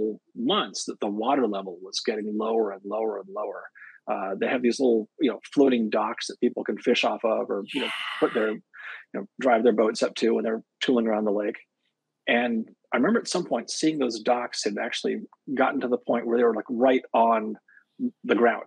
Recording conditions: video call